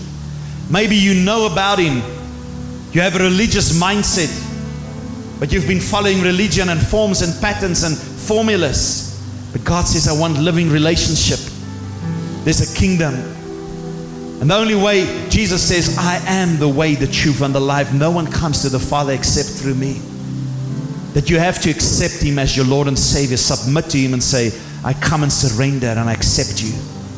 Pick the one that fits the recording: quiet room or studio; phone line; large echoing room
large echoing room